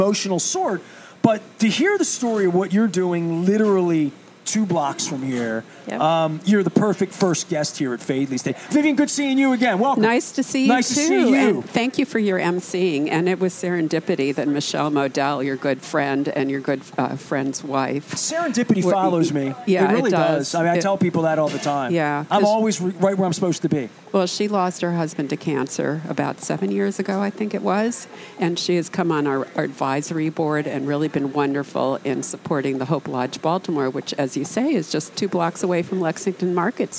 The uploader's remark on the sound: at Faidley's Seafood in Lexington Market